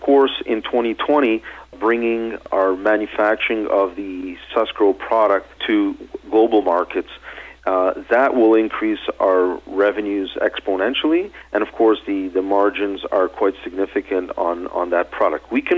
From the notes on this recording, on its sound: called in to SmallCapVoice